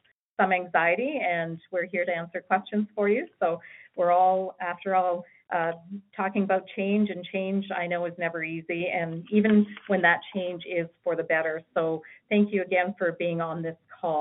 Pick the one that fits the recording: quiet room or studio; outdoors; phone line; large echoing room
phone line